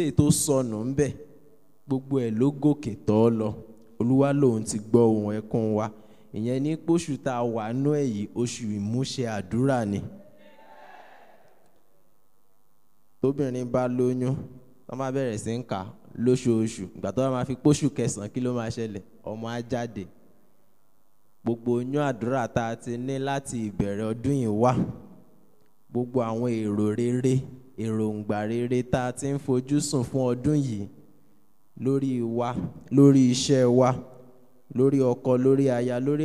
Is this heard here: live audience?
yes